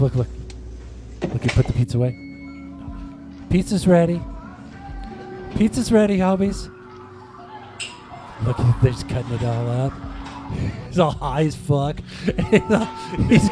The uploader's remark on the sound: Filmed in front of a live Studio Audience.